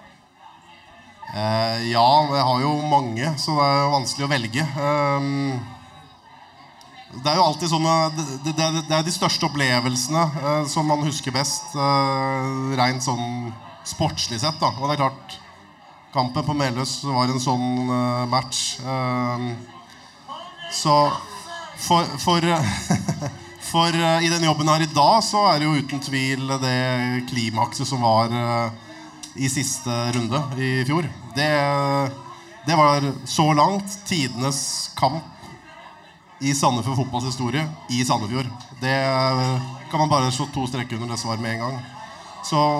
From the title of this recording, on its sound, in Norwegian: Live fra Sandefjord Fotballs Kick Off 2023!